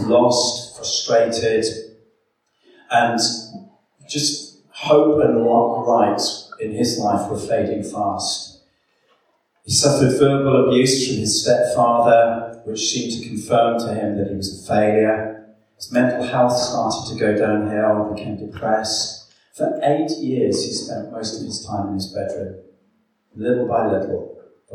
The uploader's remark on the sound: Please excuse the echoing sound of the recorded video.